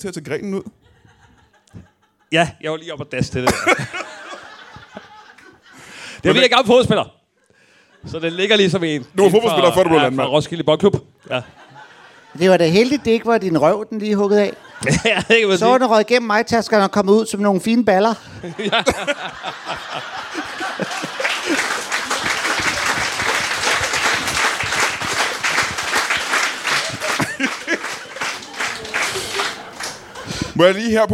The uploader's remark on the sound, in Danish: LIVE fra Ramsømagle forsamlingshus